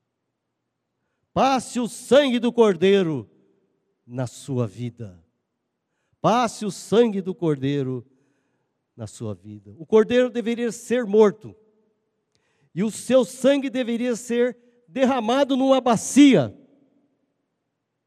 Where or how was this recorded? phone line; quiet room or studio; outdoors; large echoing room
large echoing room